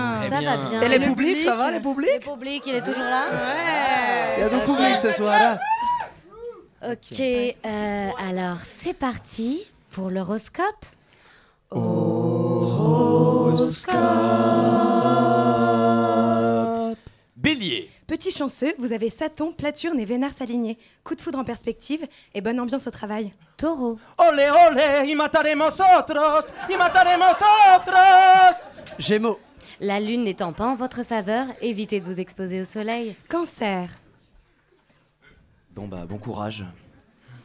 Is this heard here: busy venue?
yes